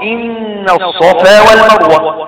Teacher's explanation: النون مشددة بتاعت إن تغنى من حركتين طبعا هي والميم النون والميم المشددتين يغنى بمقدار حركتين أو يغنى بمقدار حركتين.